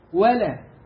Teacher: الواو واللام ألف مرققة